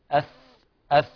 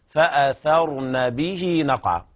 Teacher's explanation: فالمغيرات صبحا فأثرن به نقعا، يعني لا نقول فأثرن بالسين، لابد من إخراج طرف اللسان مع أطراف الثنايا العليا. فأثرن، نخرج طرف اللسان في الثاء أث أث بهذه الطريقة، فأثرن به نقعا.